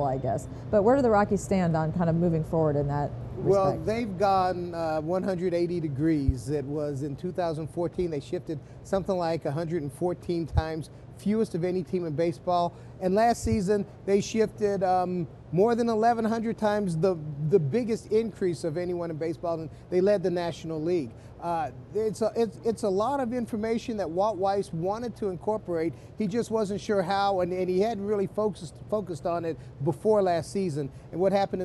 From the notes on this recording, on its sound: live in Nashville at the Winter Meetings